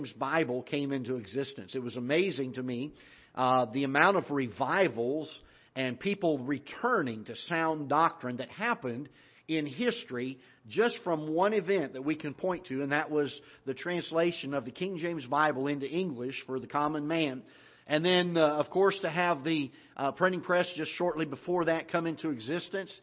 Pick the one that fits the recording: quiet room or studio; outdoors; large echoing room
large echoing room